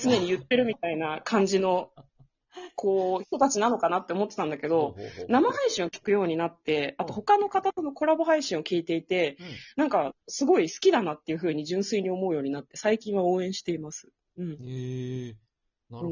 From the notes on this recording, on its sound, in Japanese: 音声トラブルで。